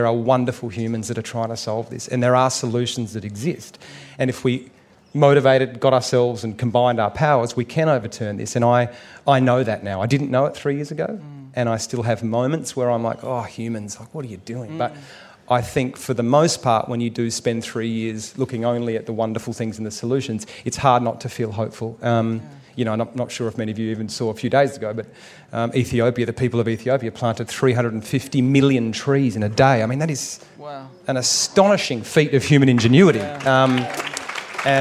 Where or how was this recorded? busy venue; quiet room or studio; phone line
busy venue